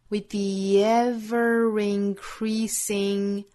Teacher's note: 这里的 with 和 the 这两个词呢是相同的辅音相遇，我们只发后面的这个